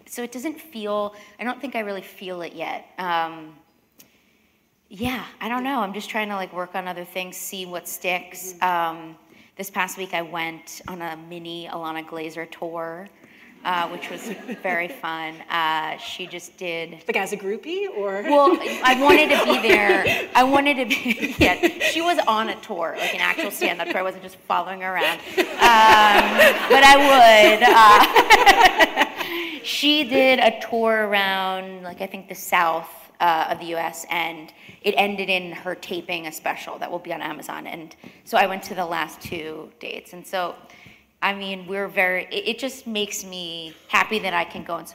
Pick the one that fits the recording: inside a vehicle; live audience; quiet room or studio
live audience